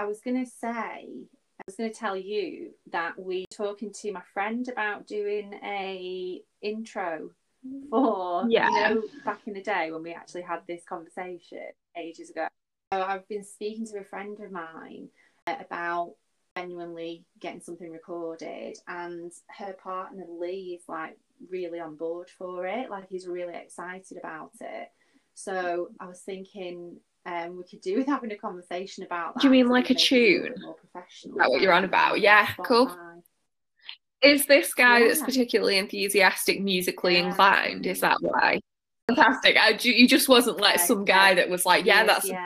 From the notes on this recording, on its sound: We are still abiding by Lockdown rules but for the love of cheese this weeks recording issues have tested my patience! The sound is dodgy in places, that pesky delay is in play and I am super quiet.